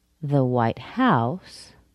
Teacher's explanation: I stress house, house. I'm describing a house. The color is white.